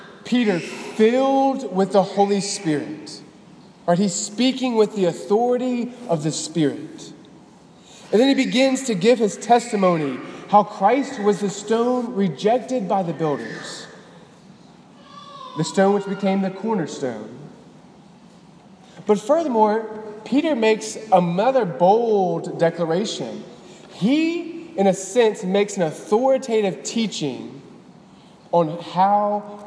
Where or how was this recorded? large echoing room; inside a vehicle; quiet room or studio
large echoing room